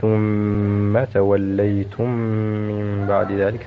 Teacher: الميم المشددة فيها غنة بمقدار حركتين